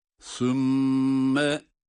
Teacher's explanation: ayeti kerimede sümme derken sa harfi peltek, mim şeddeli ve tutuyoruz